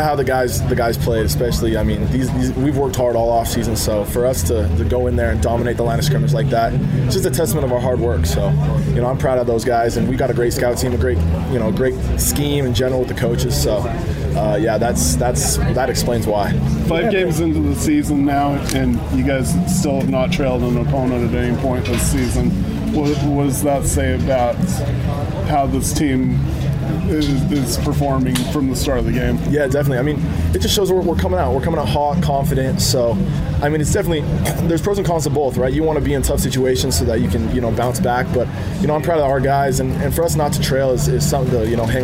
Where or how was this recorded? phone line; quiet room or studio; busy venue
busy venue